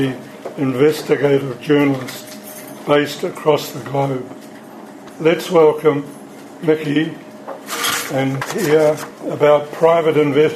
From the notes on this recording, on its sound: Recorded live at Nelson's Yaza Cafe.